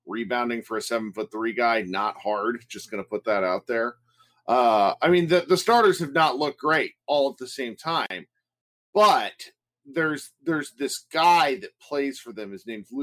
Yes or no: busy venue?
no